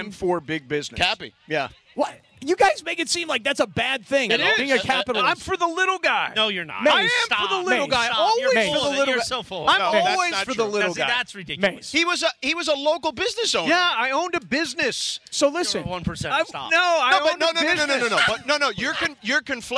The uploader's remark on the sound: LIVE from the West Covina Sportsplex